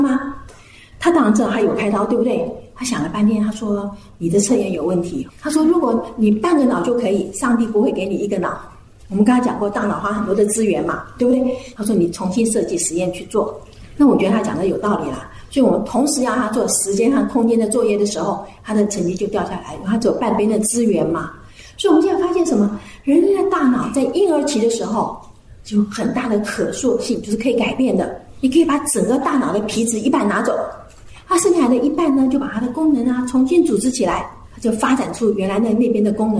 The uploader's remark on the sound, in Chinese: 專題講座現場錄音